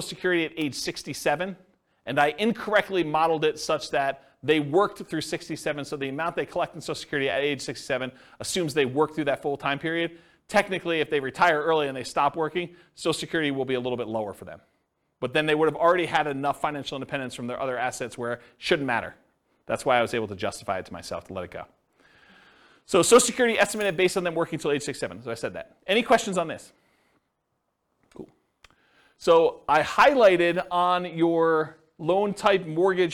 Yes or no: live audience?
yes